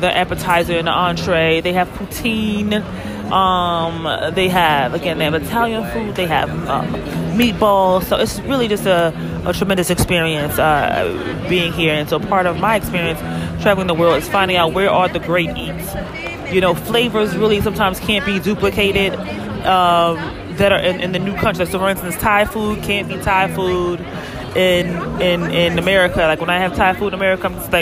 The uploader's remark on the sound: Phenomenal Eats on location at an amazing Gastronomic Experience, Time Out in Montreal. On location in Canada enjoying an amazing food market, Time Out.